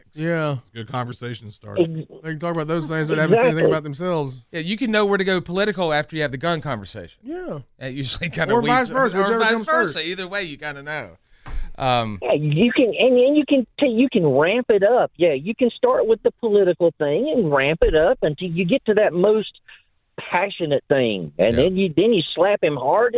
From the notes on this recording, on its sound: Open Phones